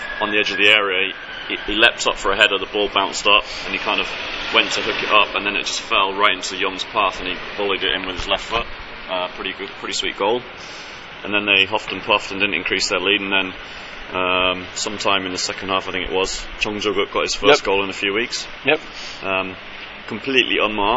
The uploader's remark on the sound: Two Men, One Car Park. The boys meet outside Seoul Station before both head off on travels.